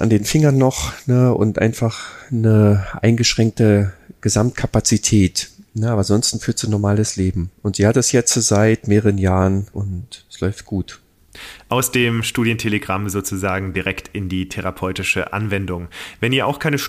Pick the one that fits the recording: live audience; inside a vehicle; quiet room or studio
quiet room or studio